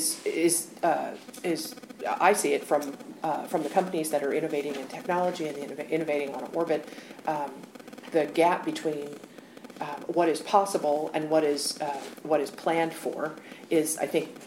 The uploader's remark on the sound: Secure World Foundation held a luncheon panel discussion